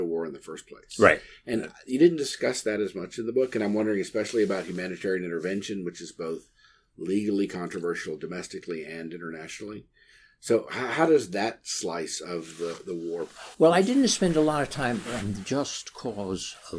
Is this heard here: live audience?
no